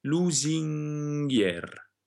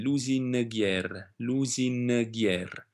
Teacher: In both cases, the N is followed by another consonant, creating a new consonant, because we want to say the N and the G in the same position. So the N will be pronounced where the G is, and not in the front where it usually is · Shown in: first take